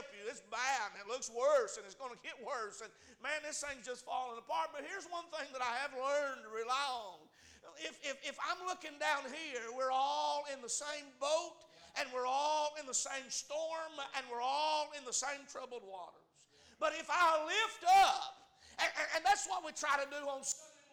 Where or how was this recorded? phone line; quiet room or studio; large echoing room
large echoing room